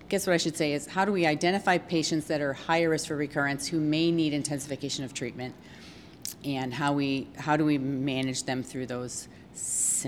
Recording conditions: busy venue